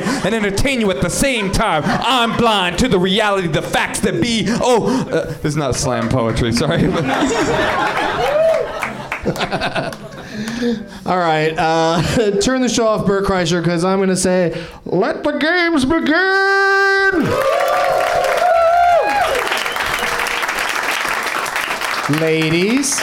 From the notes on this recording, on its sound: Live from the NerdMelt Showroom in LA